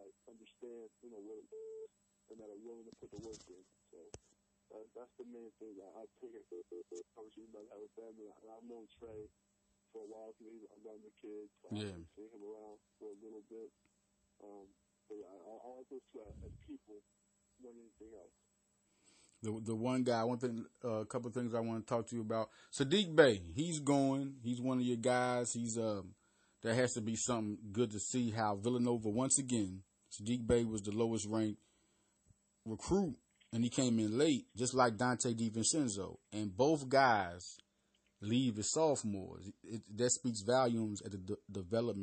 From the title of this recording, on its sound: Live phone interview